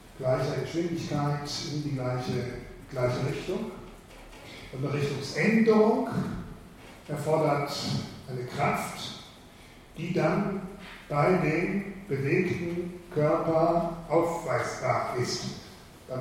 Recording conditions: large echoing room